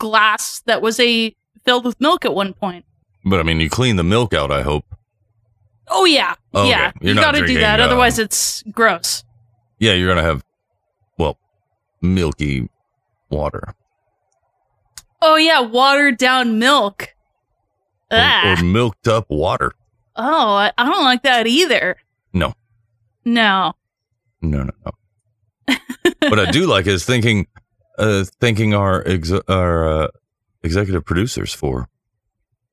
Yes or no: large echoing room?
no